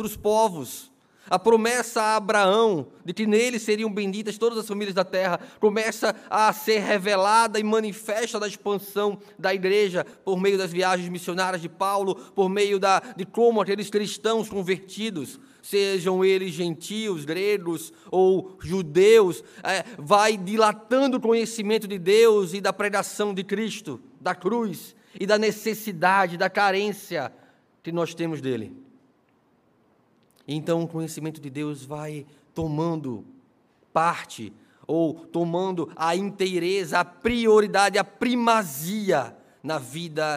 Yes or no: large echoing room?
yes